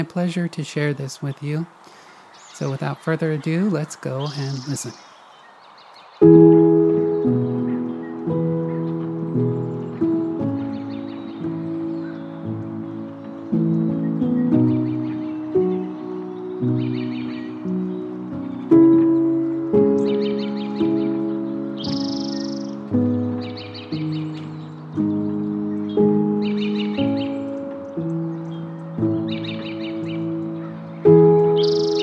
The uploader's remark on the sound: Today’s soundwalk was taken on on March 16th, 2022 in SE Portland Oregon, at Oaks Bottom along the Willamette River.